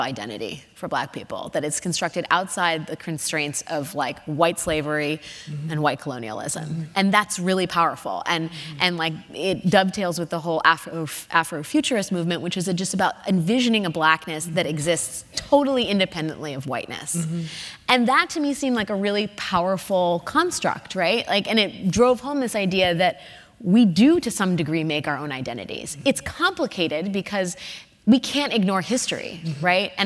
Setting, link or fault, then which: setting, live audience